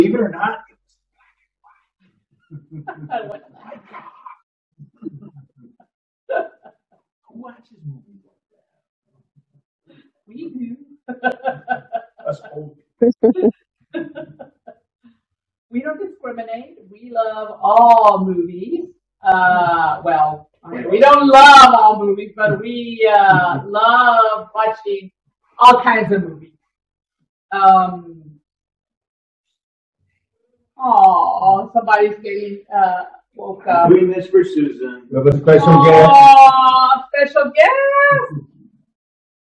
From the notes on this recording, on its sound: First off, please pardon our sound quality. It was out first time recording in person together and our audio set up was new to all. Even after attempting to correct the issues in post, our audio was still sub par.